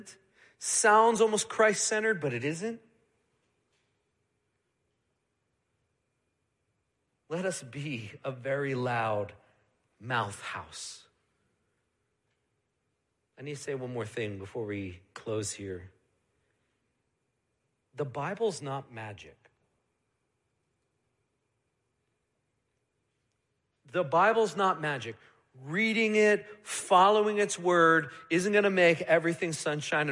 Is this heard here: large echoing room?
yes